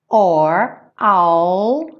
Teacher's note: Lembra que essa contração do I will é só lembrar de pôr o L, a língua lá no céu da boca